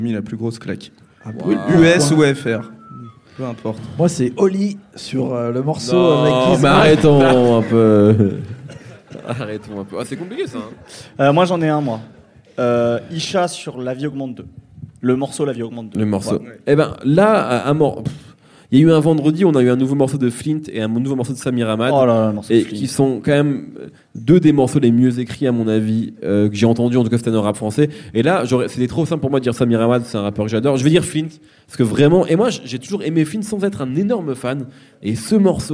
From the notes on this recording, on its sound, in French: Enregistré le 19 juillet 2018 à Le Sucre (50 quai Rambaud, 69002 Lyon)